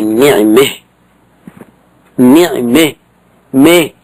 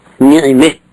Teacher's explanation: فتميل الفتحة نحو الكسرة لتقدم الكسرة على النون، فتميل الفتحة عند الوقف